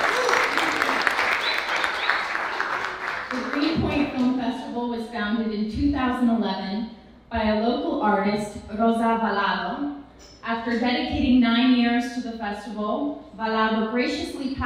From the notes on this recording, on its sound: On this episode we take you to opening night of this year's Greenpoint Film Festival. On this episode we take you to opening night of this year's Greenpoint Film Festival.